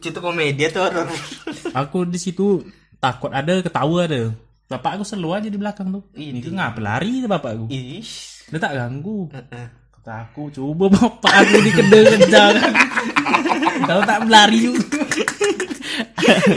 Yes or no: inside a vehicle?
no